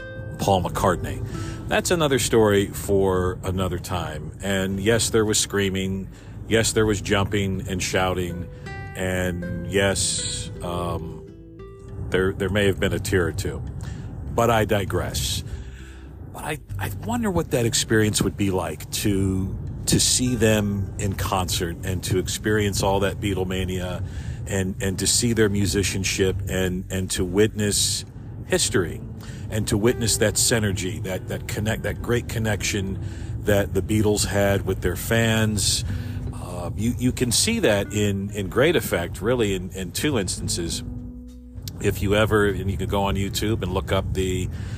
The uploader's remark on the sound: Another morning commute free-form episode all recorded in one take in my car